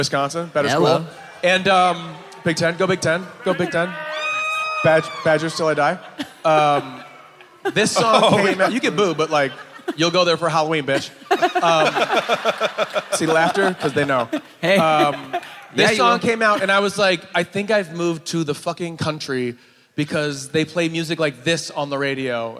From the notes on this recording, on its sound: Live From Indianapolis!